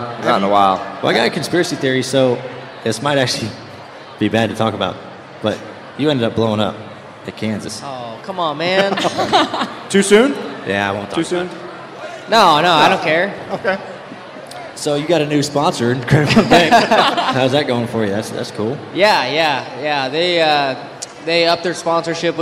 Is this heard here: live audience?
yes